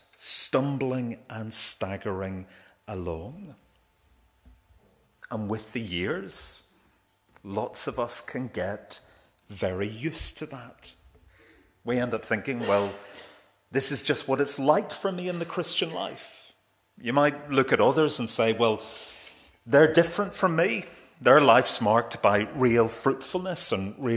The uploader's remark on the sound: This is the recording of the Bible reading and sermon from our evening service on Sunday 14th May 2023.